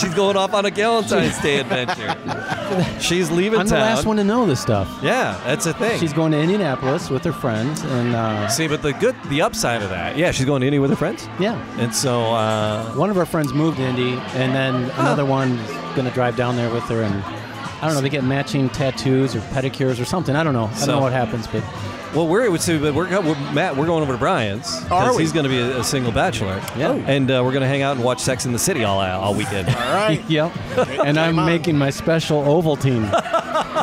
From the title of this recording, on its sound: Drinking With Dogs Live Event